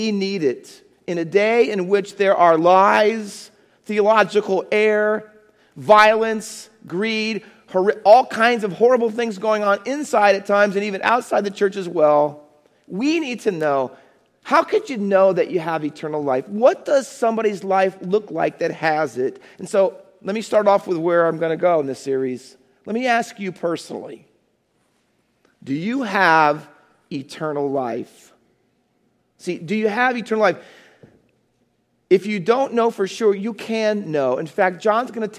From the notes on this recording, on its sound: Faith Baptist Church in Hamilton, NJ.